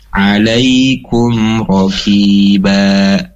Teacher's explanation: Maka ketika diwaqafkan atau di akhir kalimat, maka bukan ban lagi. Nunnya sudah dihilangkan, diganti menjadi mad dua harakat.